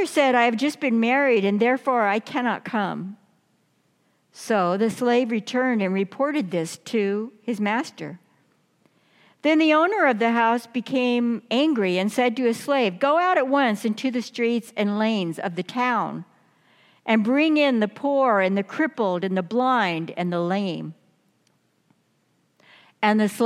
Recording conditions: large echoing room